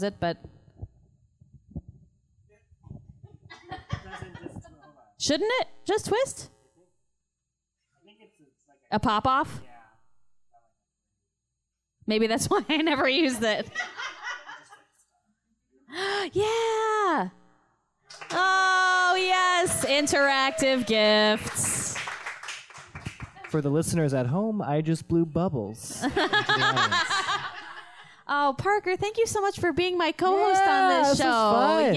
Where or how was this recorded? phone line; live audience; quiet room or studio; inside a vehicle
live audience